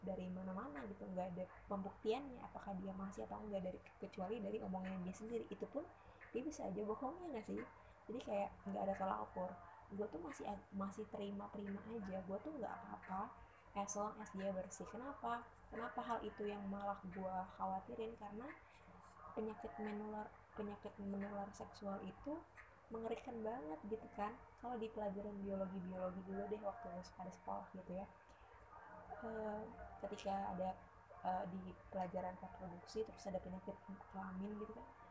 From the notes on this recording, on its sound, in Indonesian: Audionya kecil ya, use headphone for better experience (volume up).